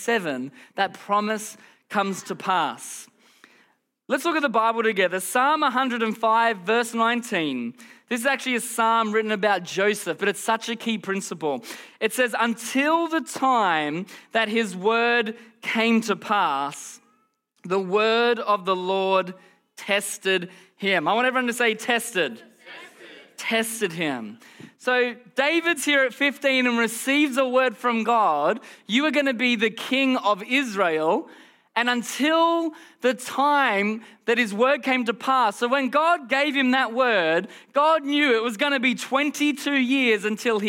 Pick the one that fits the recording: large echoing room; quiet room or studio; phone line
large echoing room